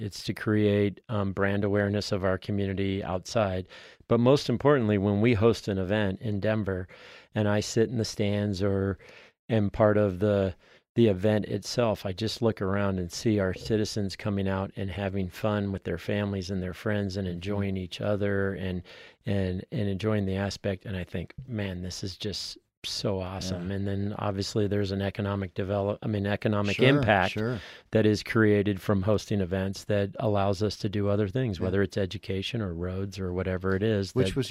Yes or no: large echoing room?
no